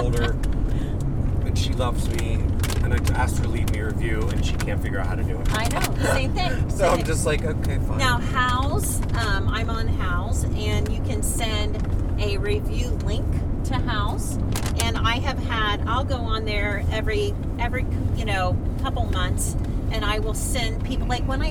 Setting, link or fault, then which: setting, inside a vehicle